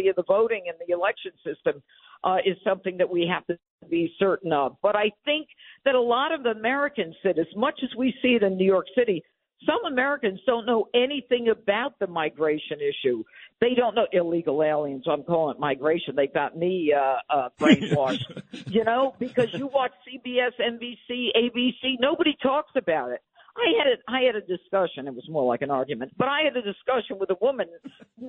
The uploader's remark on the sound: Calls.